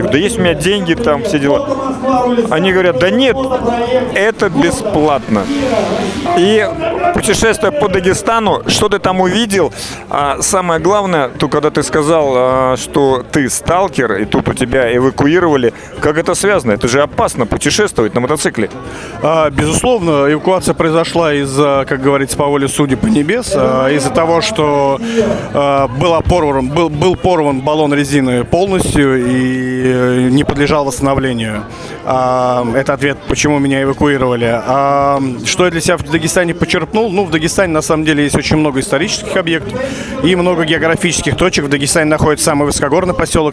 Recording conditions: busy venue